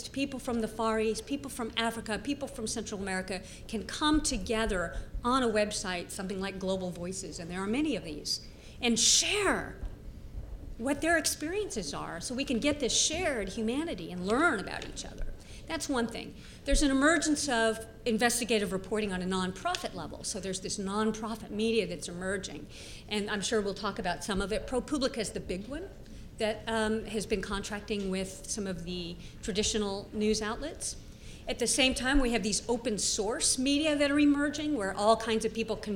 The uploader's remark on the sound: Panel at #Media99 Summit